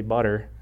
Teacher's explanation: there's no T when you say butter. We spell it with two T's, kind of like a D, but in phonetics it's actually a flapped R. There's an R in butter, you didn't even know, right in the middle where the T's are, right?